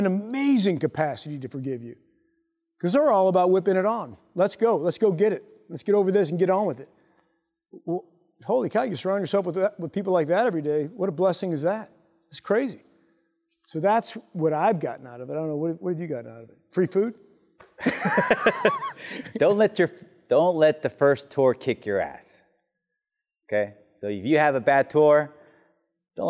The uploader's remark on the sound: Taped during a leadership mentor session to a company of graduating Lieutenants at The Basic School (TBS). The new Lieutenants in the audience.